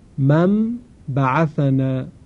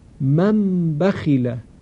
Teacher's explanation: نون ساکن تبدیل به میم ساکن می شود. این مثال رو در نظر بگیرید: من بعثنا. · Term: اقلاب